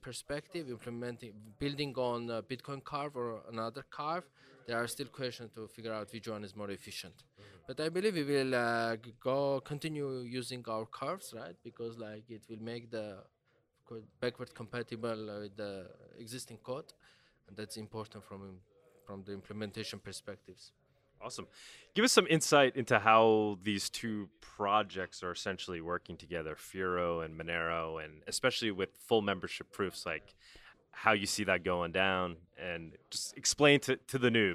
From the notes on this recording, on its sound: LIVE at MoneroKon23. From MoneroKon23 in Paralelni Polis, Prague!